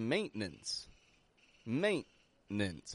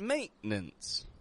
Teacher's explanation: I'd like everybody listening to note the glottal T in the middle of that word, maintenance.